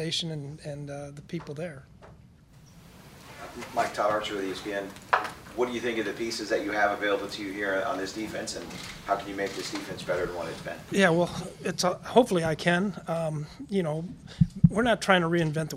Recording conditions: busy venue